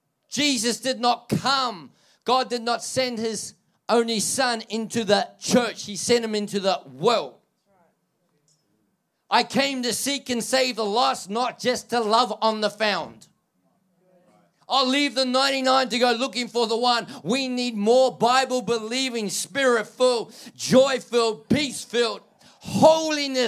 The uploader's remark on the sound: This message was recorded at Generations Church, Tatura in July, 2023.